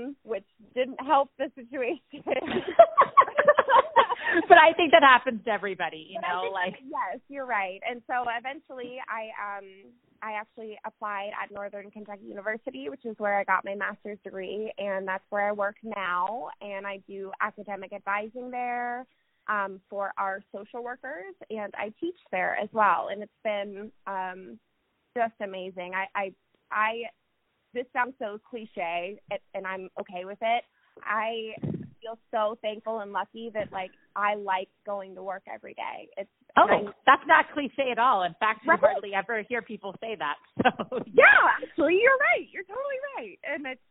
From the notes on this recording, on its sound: Joining us via phone from Cincinnati, Ohio.